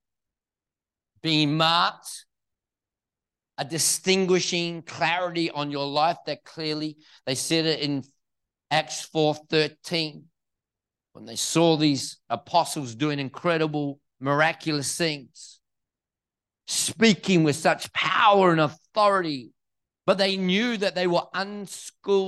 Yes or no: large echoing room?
yes